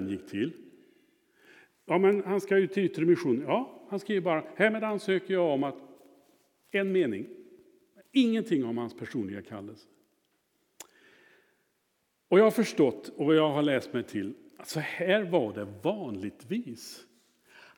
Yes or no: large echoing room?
yes